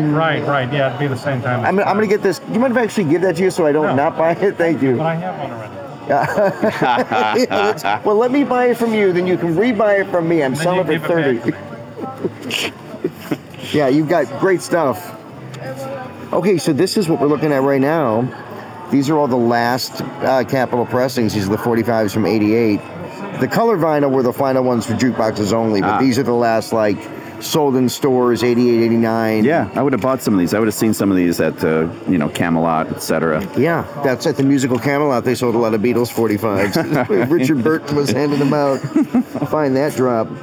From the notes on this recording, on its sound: Beatlefest 2023 Part 2: Live from the Fest Floor.